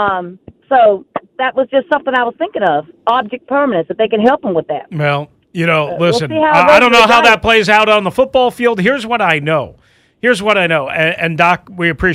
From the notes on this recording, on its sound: Back to the phone lines. Continuing call lines on the Commanders after Sunday's win.